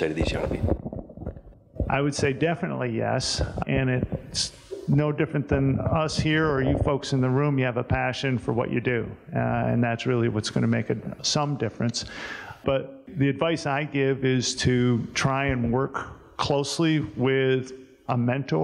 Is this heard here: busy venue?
yes